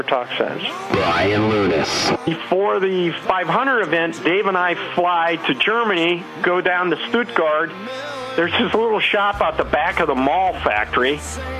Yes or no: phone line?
yes